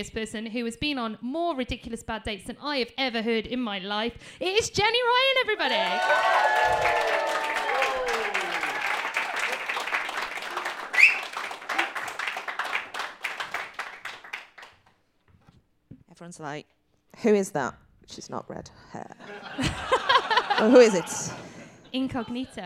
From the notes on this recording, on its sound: Recorded LIVE at King's Place in London.